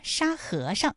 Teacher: 在这里面最后那个上它是读轻声